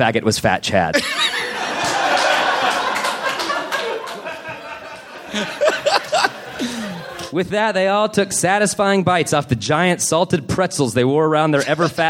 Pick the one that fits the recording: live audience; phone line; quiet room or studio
live audience